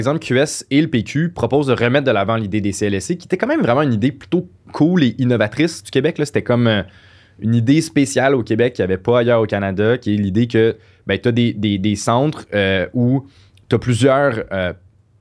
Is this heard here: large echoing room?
no